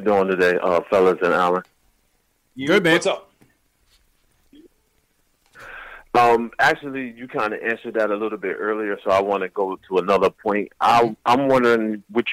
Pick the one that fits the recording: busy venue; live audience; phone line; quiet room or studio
phone line